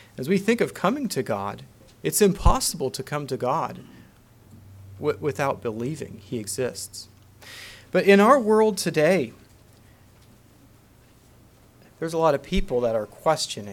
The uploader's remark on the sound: Message preached at Word Of Hope on August 13, 2023